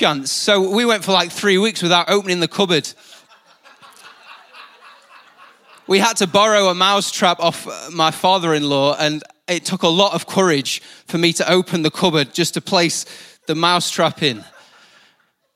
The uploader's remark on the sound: IKON Church. Recorded live at the Chesterfield Campus this is the message from the evening service.